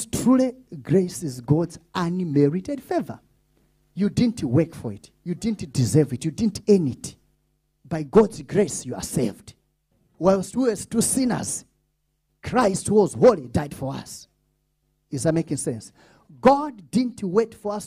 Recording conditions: large echoing room